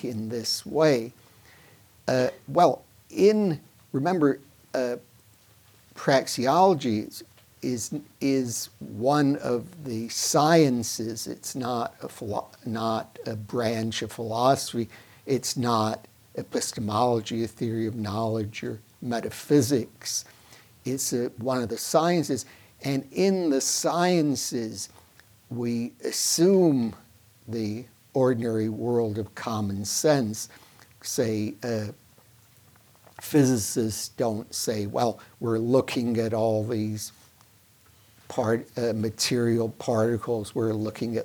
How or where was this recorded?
large echoing room